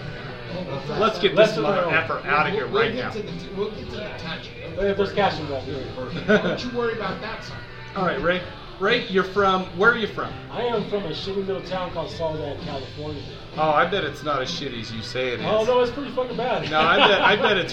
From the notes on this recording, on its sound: Live From Burt’s Tiki Lounge Halloween Special. This week we recorded LIVE from Burt’s Tiki Lounge in Salt Lake City. We just turn on the mics and allow the shit talk to begin!